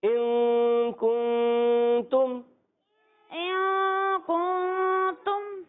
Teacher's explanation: वो नाक में आवाज ले जाएंगे जबान कामिल तौर से हल्का टच मारेंगे जबान को टच करेंगे मखरज में और फिर आप नाक में · Term: इख्फा